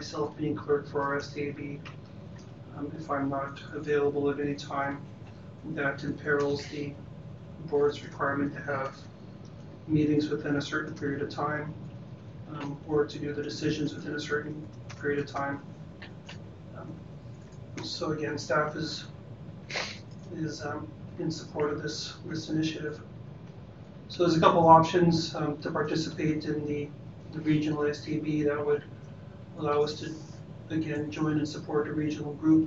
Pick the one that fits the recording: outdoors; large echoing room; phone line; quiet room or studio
large echoing room